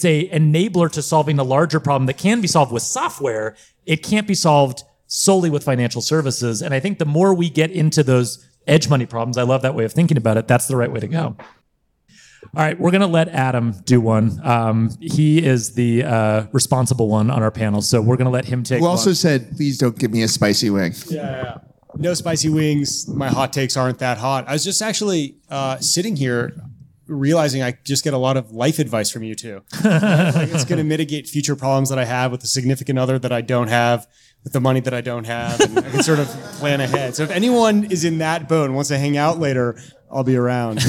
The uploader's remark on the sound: The show comes from live from Colorado. Recording during the Fintech Devcon 2022 event.